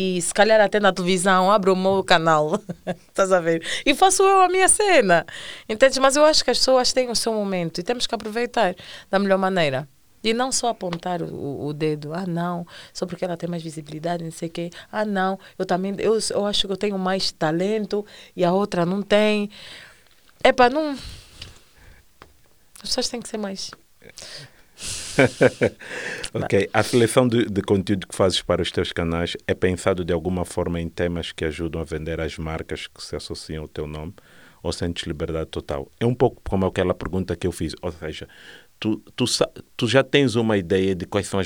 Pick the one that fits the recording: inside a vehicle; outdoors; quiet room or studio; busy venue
quiet room or studio